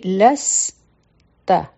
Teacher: په سین کې د سیټي آواز او تا به یو حرکه وایو